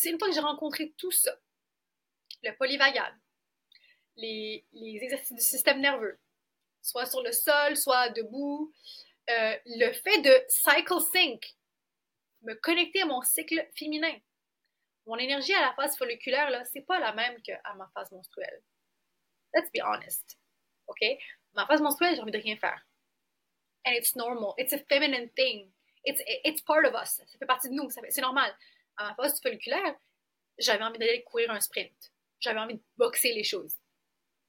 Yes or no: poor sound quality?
yes